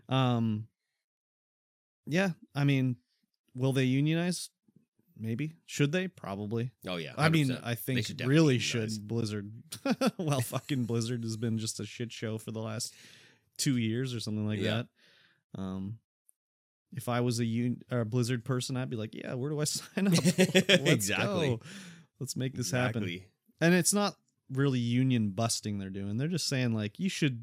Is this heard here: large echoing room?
no